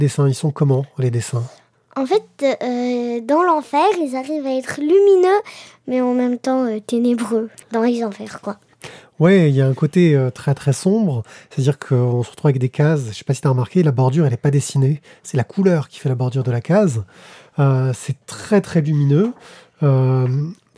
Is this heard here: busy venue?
no